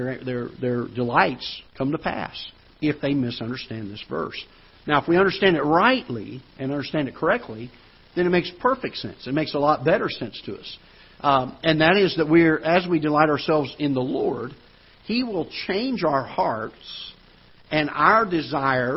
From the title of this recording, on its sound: Ketha Heights Baptist Church ~ Live Broadcast